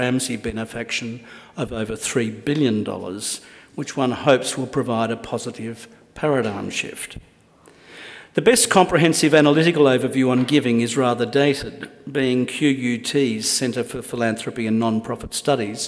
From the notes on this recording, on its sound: In this Sydney Ideas event he gives an inaugural Australian Book Review (ABR) Patrons’ Lecture